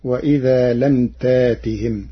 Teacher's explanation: قرأ ورش كلمة تأتهم بإبدال الهمز الساكن ألفا من جنس حركة ما قبله مع حذف الهمزة، فتصير وإذا لم تاتهم.